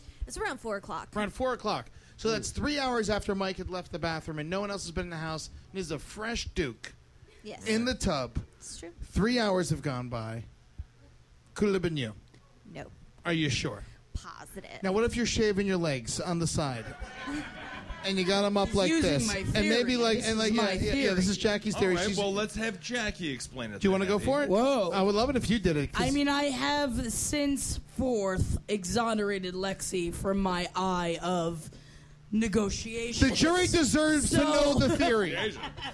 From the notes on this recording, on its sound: Live from the Creek and the Cave during the 1st Annual Cave Comedy Radio Sausage Party!